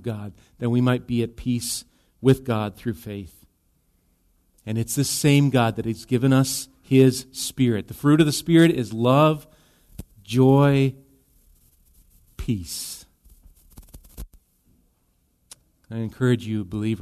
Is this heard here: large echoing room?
yes